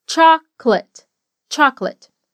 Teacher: Em português, nós dizemos chocolate, com quatro sílabas. Mas no inglês a palavra soa como duas.